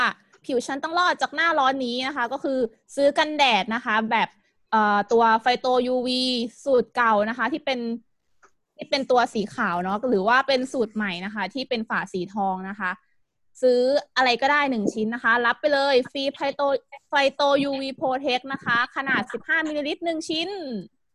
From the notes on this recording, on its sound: ZOOM Meeting